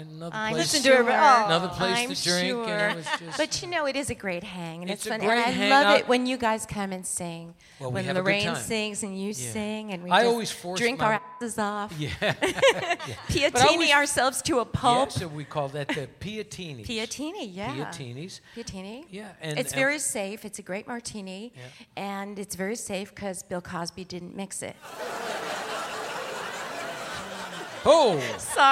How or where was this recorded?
live audience